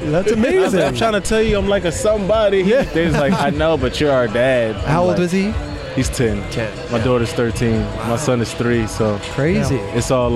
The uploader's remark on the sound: We were on location at the Adidas Skate Copa Court in Los Angeles.